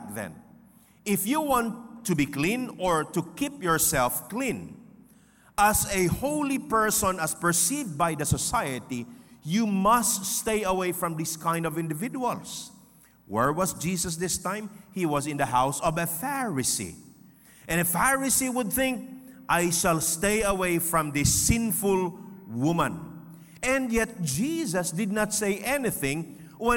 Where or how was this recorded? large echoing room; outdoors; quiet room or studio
large echoing room